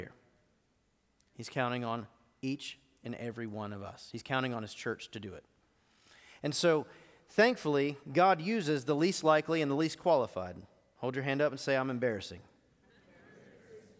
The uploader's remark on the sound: Recorded live at The Fellowship at Two Rivers on July 21, 2019.